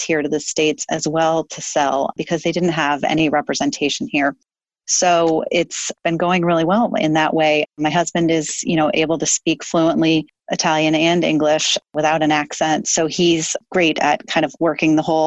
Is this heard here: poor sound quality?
no